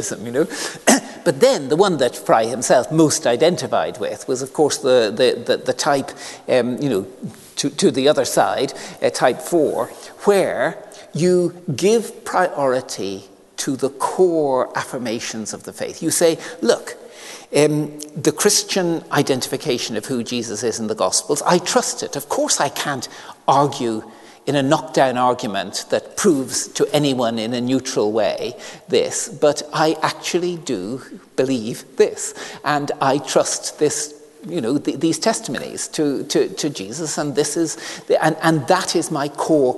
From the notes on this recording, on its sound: This lecture was recorded as part of the Generous Orthodoxy Lecture Series – a collaboration between St Mellitus College and the McDonald Agape Foundation.